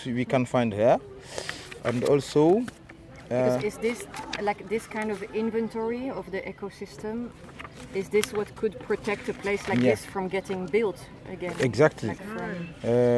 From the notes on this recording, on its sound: Casablanca: who owns the city #2 Vertical Field Trip. We pick up trash at the shore, circle the lake and have lunch at the central square. We visit a cultural centre, a local market and take a peek at colonial architectural heritage. This soundscape tries to capture the moods, sounds, views and smells of the day that made a big impression on all of us. Bruit du frigo (urban creation collective) at Lac d’Oulfa.